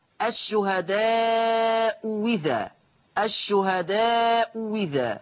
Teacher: الشهداء إذا الثانية سهلت أو أبدلت واوا مكسورة · Term: تسهيل الثانية